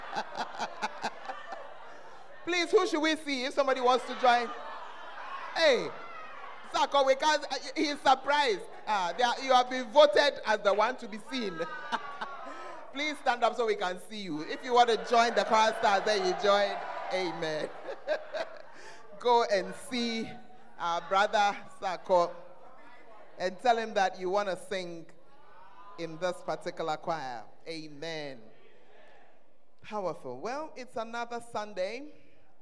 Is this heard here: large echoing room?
yes